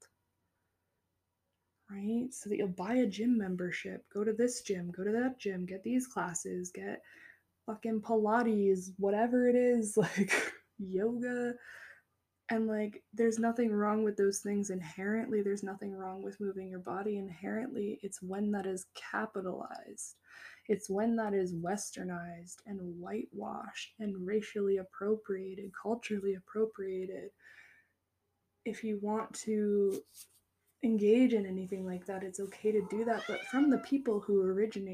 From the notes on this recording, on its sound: This episode is mildly chaotic with a pinch of cat screams. My cat Luna joins me as I record on a lovely Sunday afternoon.